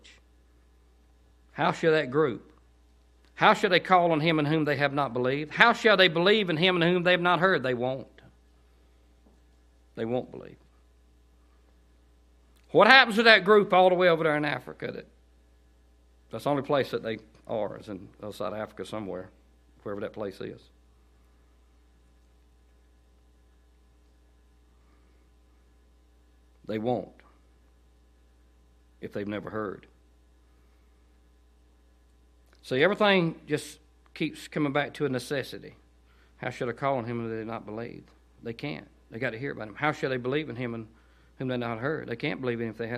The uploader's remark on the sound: to Cottondale Baptist Church in Eastman, GA on 9/16/18 during the 6pm service